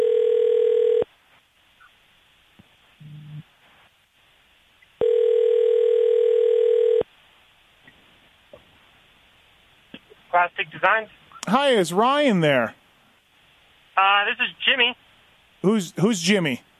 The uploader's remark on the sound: Phone Call to 2019 Kawasaki KX450F Winners!